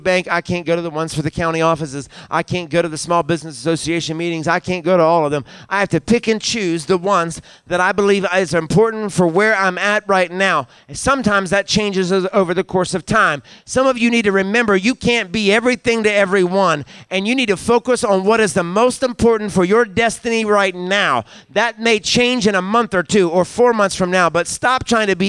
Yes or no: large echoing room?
yes